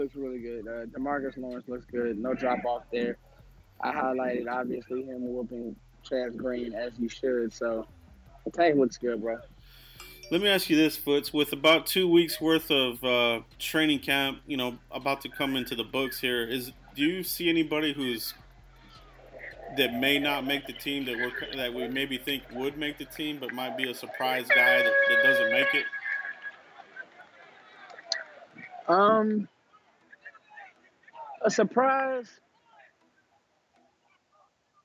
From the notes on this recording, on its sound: Live from Dallas Cowboys Training Camp. In this episode we are live in Oxnard, CA.